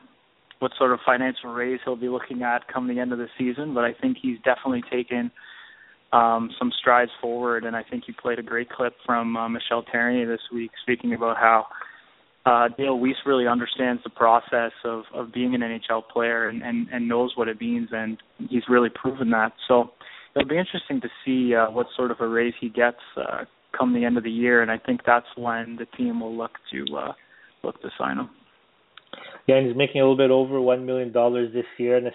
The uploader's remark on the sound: we take your phone calls